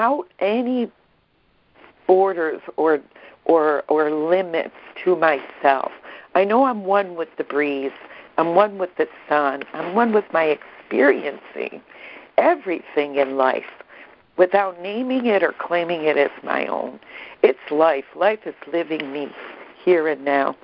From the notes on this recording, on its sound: ACIM Daily Conference Call